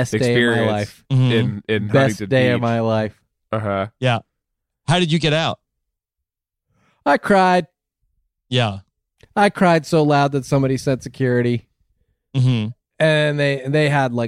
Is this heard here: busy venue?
no